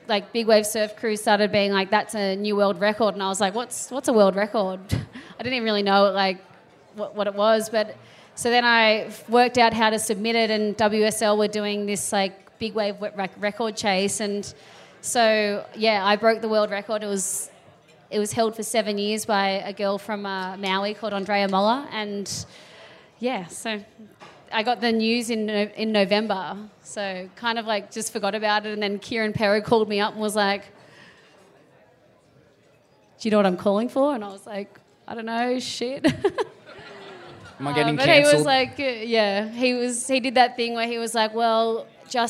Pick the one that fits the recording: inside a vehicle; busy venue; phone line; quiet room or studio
busy venue